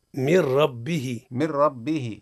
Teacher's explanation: النون عند الراء؟ ما حكمها إدغام · Term: إدغام بغير غنة